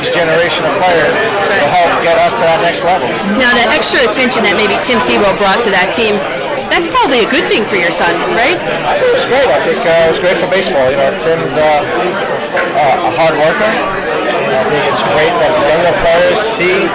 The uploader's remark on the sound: 2nd annual Italian American Baseball Foundation dinner at Carmine & Son’s in Brooklyn, New York